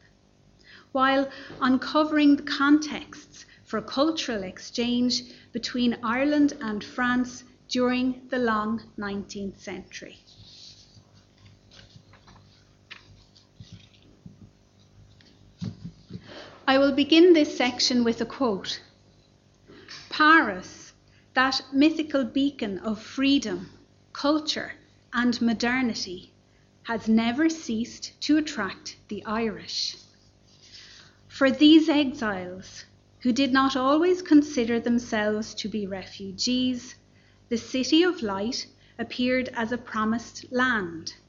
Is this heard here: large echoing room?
yes